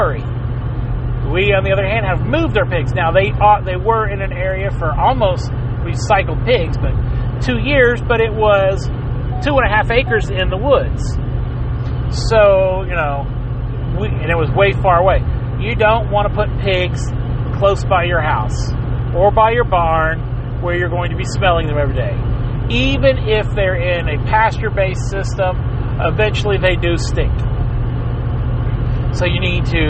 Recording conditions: background noise